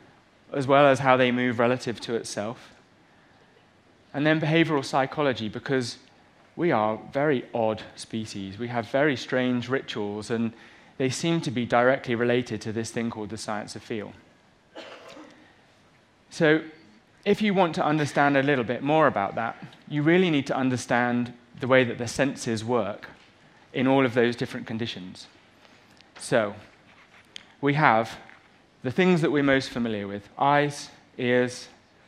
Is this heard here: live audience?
yes